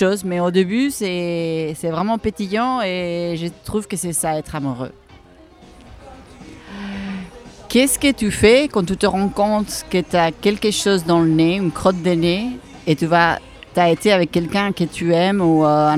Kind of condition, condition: setting, busy venue